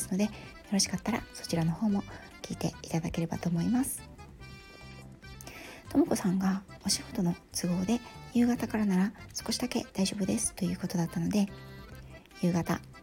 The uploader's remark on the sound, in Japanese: 旅先から³₃風音注意。火曜日から、静岡に遊びに来ました。出先からヒソヒソ収録してます。